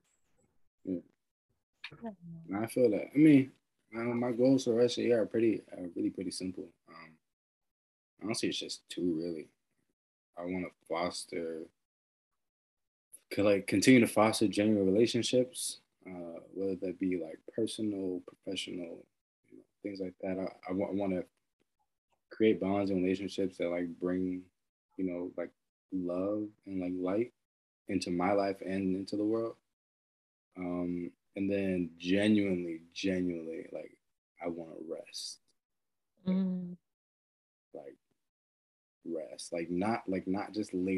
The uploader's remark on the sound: 10 pm on Zoom.